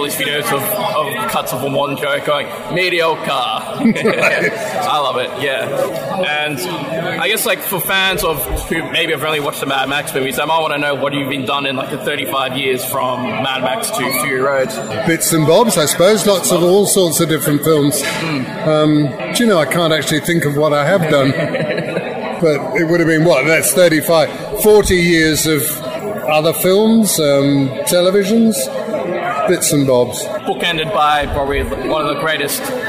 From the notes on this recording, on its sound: Recorded at Supanova Expo.